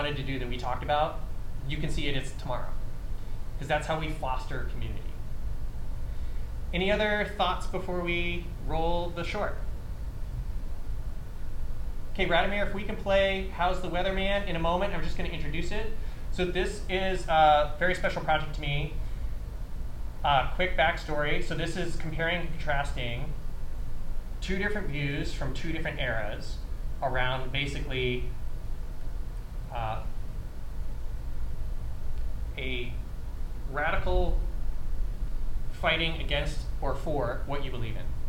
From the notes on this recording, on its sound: This two parter is a special presentation of the Content Creator Panel from the 2023 Miracle Makers International Film Festival in North Hollywood California.